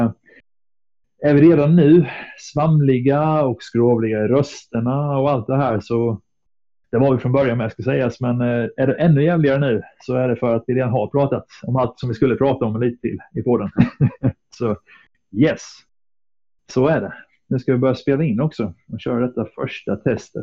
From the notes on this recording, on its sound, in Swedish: med en havererad mic